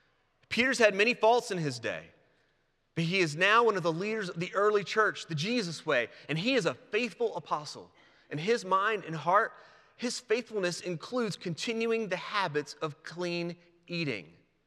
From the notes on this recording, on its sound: presented by Asbury Seminary Kentucky Chapel, recorded on Wednesday, January 10, 2024 at Asbury Theological Seminary's Kentucky campus